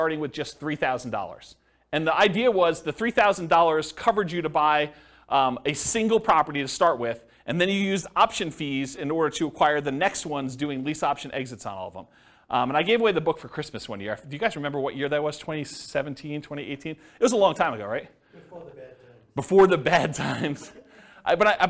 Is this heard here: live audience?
yes